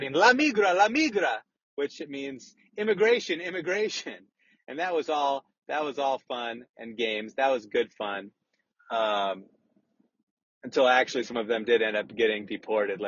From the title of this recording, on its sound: RECORDED WHILE DRIVING AN AUTOMOBILE!